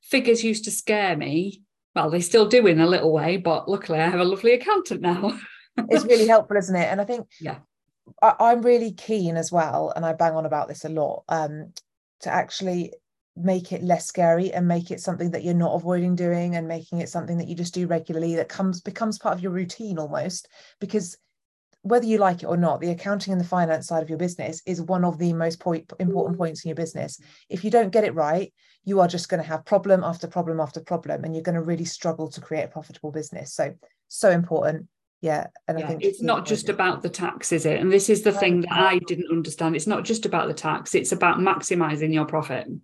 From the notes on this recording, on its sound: This episode was originally recorded as a live session inside my free Facebook community on 10th August 2023.